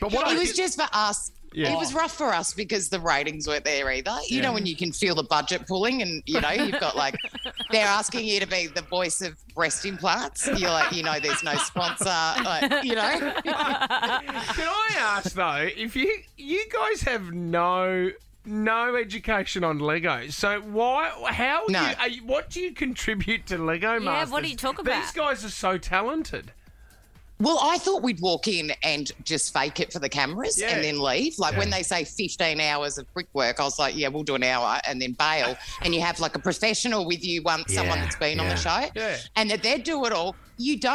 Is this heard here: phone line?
yes